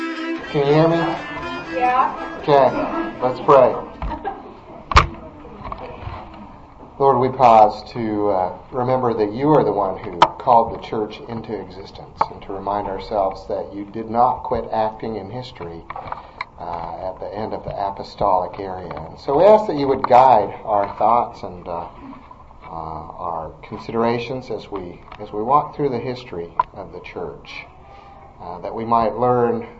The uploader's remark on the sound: This podcast is a recording of a Wednesday night adult Christian education class. First Presbyterian Church in Edmond, Oklahoma.